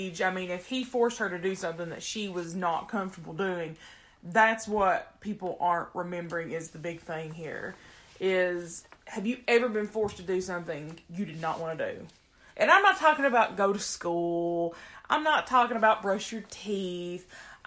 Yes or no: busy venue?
no